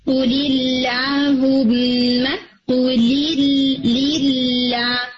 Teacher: صرف لفظ جلالہ کلام ہیوی ہوتا ہے اور وہ بھی سم ٹائمز نہیں ہوتا اگر اس سے پہلے کسرا رہی ہو، جیسے قولی اللہم قولی اللہ، بالکل لائٹ کر کے آپ نے اسے پڑھنا ہے.